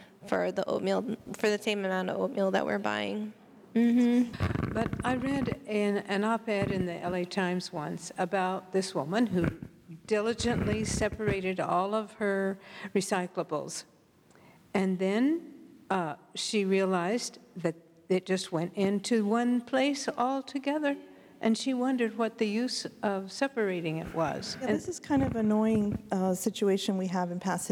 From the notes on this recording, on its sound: answers questions from the congregation